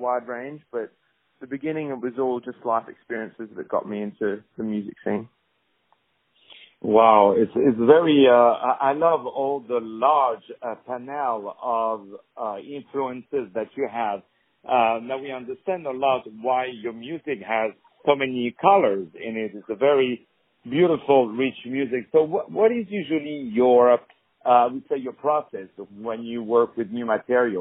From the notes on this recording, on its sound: On the phone